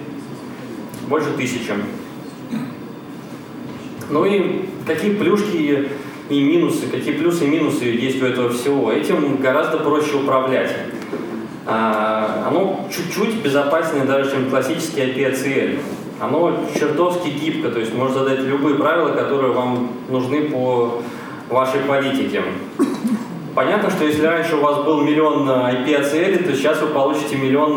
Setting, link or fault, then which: setting, live audience